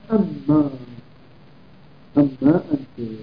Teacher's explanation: ثم ادغمت النون في الميم فصارت اما، انما، فاقلب النون الى ميم صارت اما، اما انت.